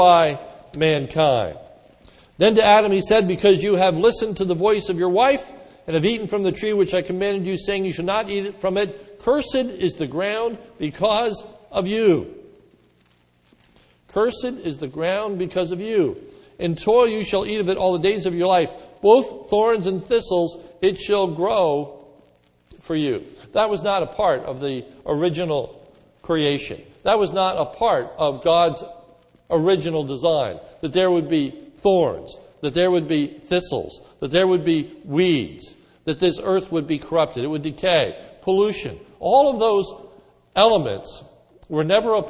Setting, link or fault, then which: setting, large echoing room